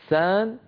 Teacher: ليس في صوت السين غنة